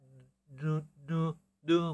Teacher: 呢呢是它是走鼻腔的，你如果把鼻子捏住，你是发不出呢的音的。